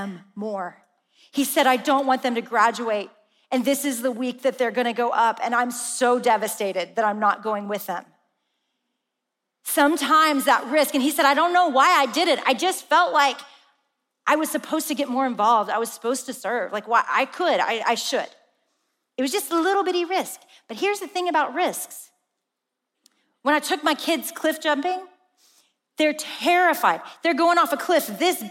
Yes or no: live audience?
yes